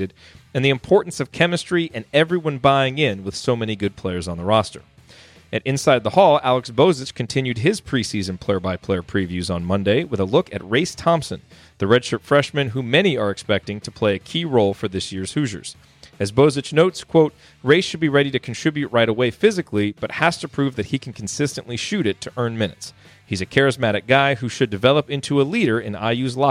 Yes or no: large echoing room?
no